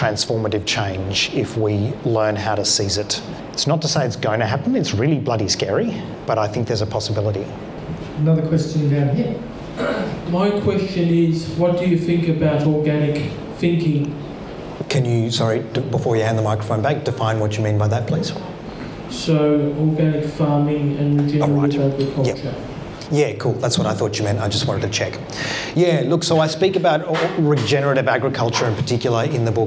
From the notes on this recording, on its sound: He was in conversation at the Taproom in Castlemaine. With an extended Q&A with the audience.